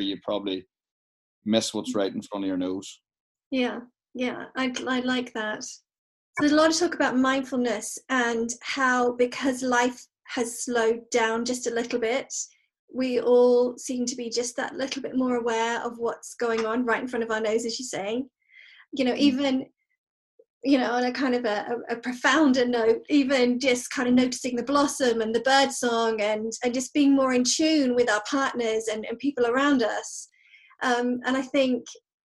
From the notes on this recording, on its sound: Recorded via Zoom during these incredibly challenging times, of Covid-19.